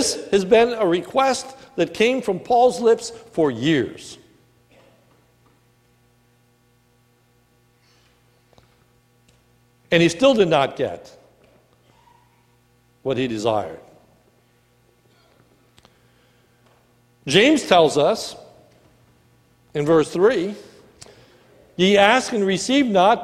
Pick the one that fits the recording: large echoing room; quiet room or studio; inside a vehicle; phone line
large echoing room